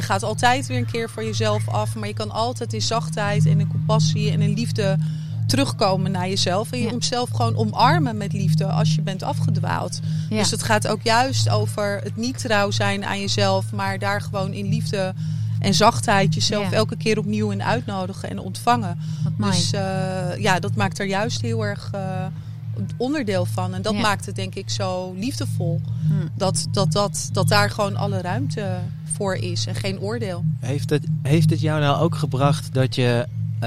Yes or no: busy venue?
yes